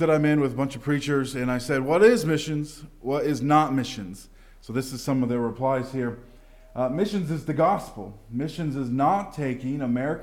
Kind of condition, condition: setting, large echoing room